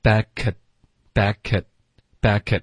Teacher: 结尾的 t 省略导致停顿